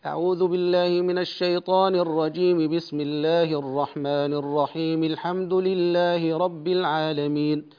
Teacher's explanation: الوجه الثاني وصل الجميع، يعني وصل الاستعاذة بالبسملة بأول القراءة مع ملاحظة تحريك الحرف الأخير في جملتي الاستعاذة والبسملة